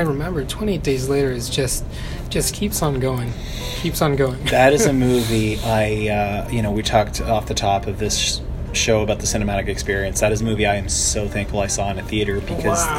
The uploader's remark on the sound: We’re back outside for the first time in six months or so. There were people around, there were distractions, there was traffic…and through it all, a nifty little show emerged! He then sat down for a coffee to talk about his budding film love on-mic.